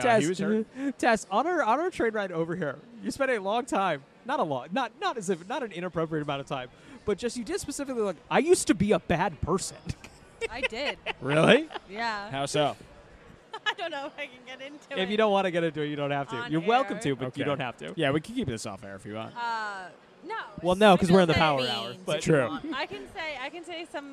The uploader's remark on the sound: Goof around for an hour live from their booth at ParaConn II in Ansonia, Connecticut. Hear ghost stories from convention goers.